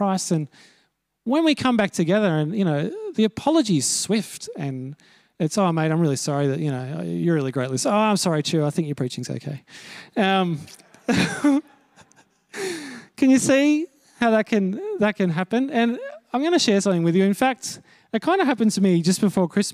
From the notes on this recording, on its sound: Note that this is a recording of the talk given at Harrington Park that morning.